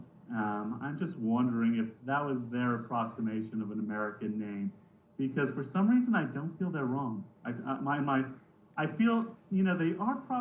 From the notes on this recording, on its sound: Yes i realize the audio problems.